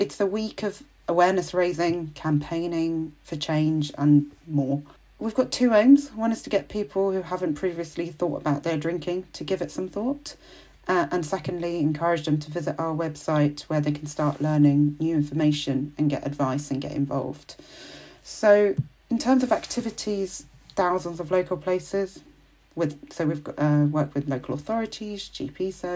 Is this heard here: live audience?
no